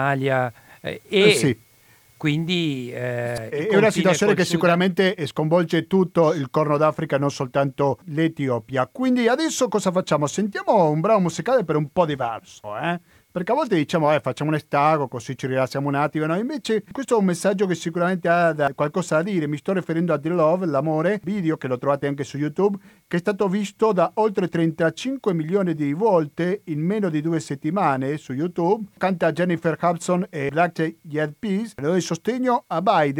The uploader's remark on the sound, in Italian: abbiamo al telefono